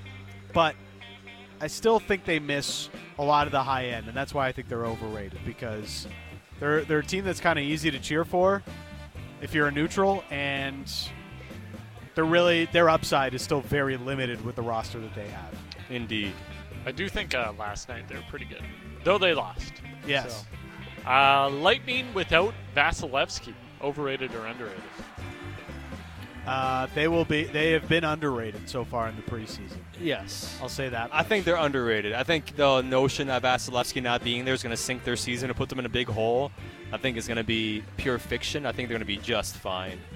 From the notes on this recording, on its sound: live from Parq Casino